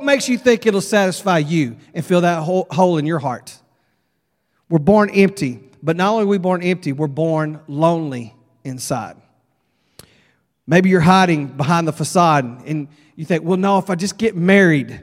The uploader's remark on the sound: at Broadway Baptist Church, Lexington, Kentucky